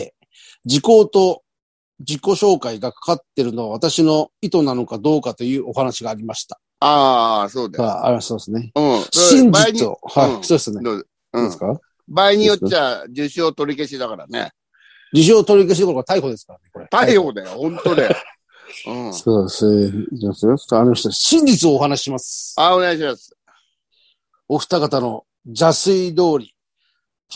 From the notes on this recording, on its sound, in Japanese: ZOOMで収録